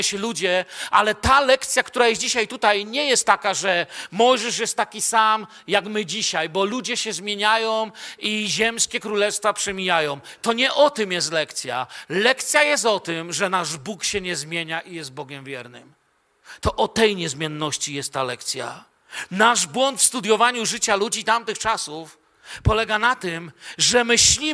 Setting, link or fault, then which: setting, large echoing room